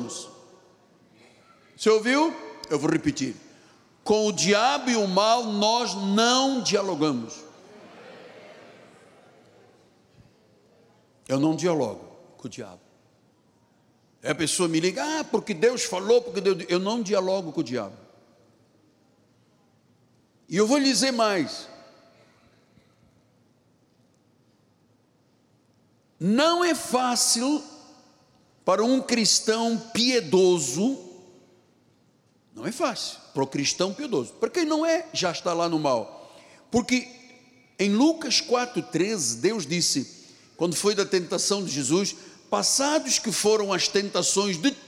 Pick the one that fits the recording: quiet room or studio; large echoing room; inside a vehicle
large echoing room